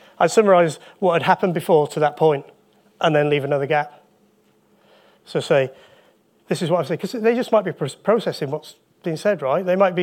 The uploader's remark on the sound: Live Recording taken from the UKSCA Annual Conference